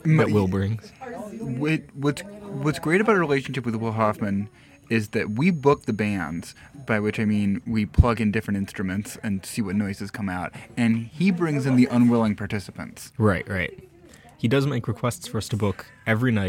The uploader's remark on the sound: as we record from our favorite jazz club Will's